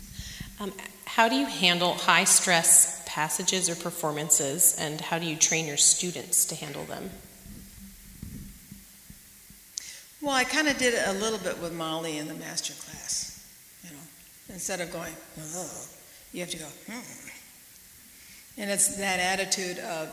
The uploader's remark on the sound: recorded at the 2019 Western Horn Festival